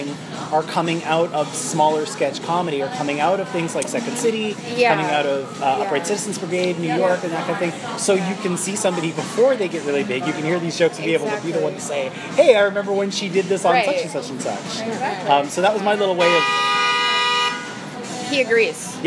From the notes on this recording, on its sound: Ordinarily, I’d get my friends over to record in a more studio-like atmosphere, but it’s rare that these two guests and I gather so I felt like celebrating with a table for three. There’s a bit more ambient noise in this episode than usual, but never enough to be too distracting.